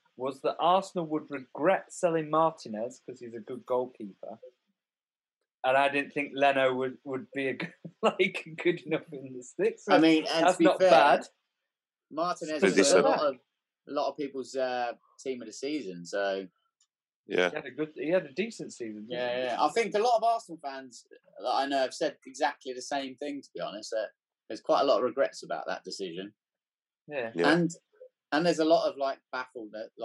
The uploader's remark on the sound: we had to revert back to zoom this week due to scheduling issues.